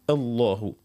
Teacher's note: لأنه اللام مفخمة في لفظ الجلالة، لكن الهمز قبلها مرققة